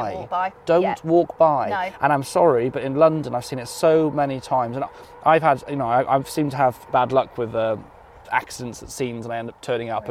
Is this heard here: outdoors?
yes